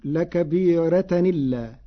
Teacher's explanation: قرأ ورش بنقل حركة الهمز إلى الساكن قبله فتصير لكبيرة إلا مع ترقيق الراء على لغة العرب.